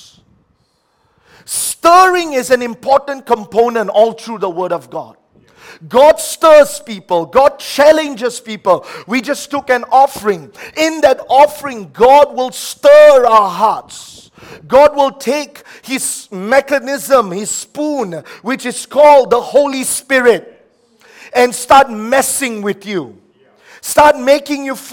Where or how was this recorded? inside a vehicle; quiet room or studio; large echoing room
large echoing room